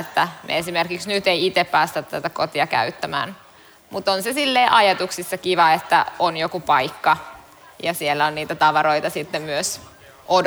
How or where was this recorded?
live audience